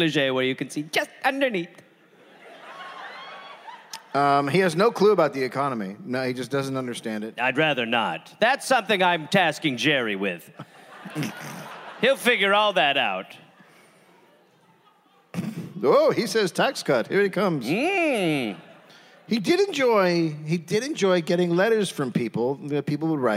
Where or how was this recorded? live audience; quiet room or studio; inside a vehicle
live audience